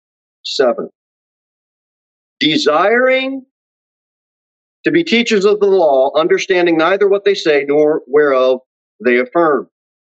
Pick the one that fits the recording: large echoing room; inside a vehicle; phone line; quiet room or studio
large echoing room